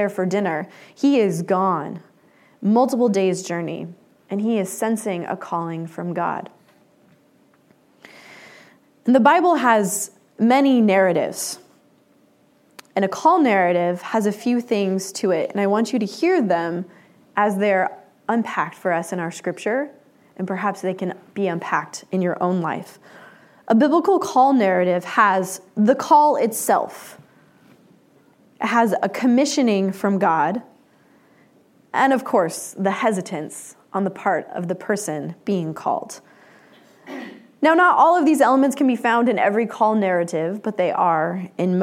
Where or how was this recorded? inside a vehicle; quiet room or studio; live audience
live audience